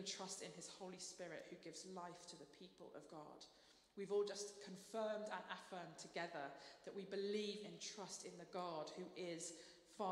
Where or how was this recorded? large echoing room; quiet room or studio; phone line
large echoing room